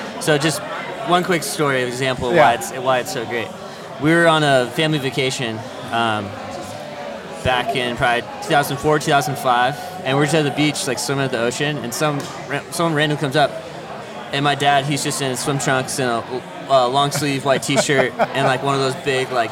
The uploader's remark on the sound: This episode of the Broncast was recorded during the 2023 Gala event at their new amazing sales showroom and 70,000 square foot parts warehouse in Medford, Oregon.